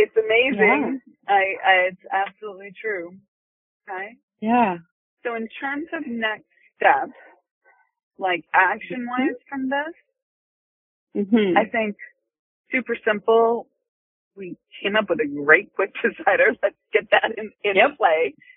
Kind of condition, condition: link, phone line